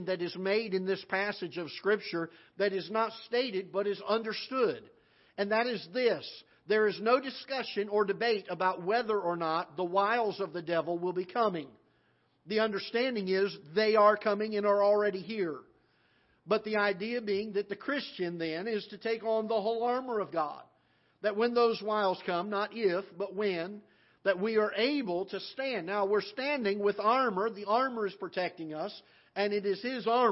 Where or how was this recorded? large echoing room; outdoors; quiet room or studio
large echoing room